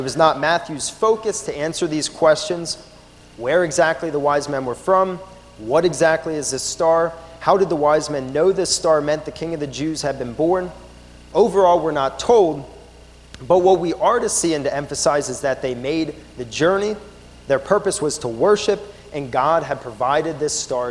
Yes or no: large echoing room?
yes